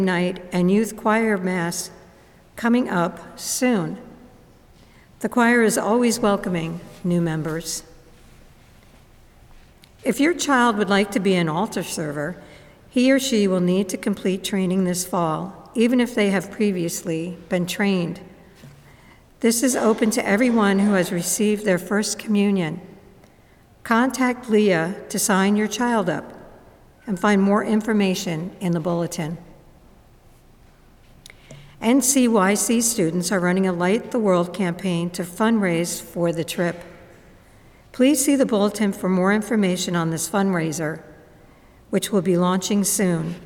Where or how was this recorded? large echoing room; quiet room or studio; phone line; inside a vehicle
large echoing room